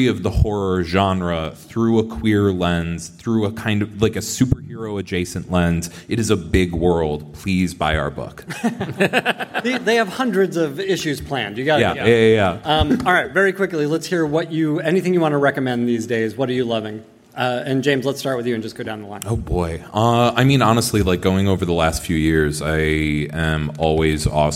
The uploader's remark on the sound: Recorded at San Diego Comic Con, July 2023.